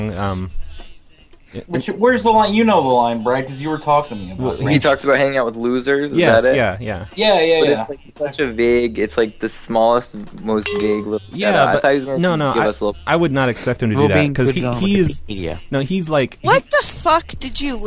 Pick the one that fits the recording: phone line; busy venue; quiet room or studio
phone line